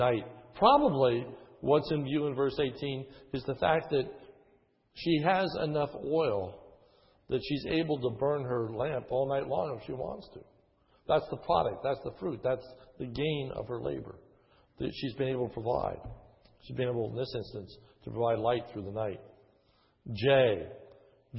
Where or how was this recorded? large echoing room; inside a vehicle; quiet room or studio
large echoing room